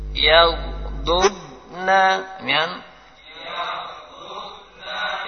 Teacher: Tahan betul. Tidak ada kol-kolah di situ.